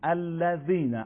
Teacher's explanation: بدون فشار خیلی نرم تلفظ میکنیم الذین، اما نوک زبان باید بین دندونها قرار بگیره · Term: حرف ذال